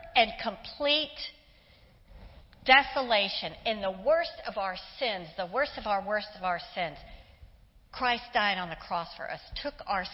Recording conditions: large echoing room